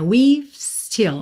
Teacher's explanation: Como você termina o som no V, porque o E final não é pronunciado, e você já está indo para um S, fica quase imperceptível esse VE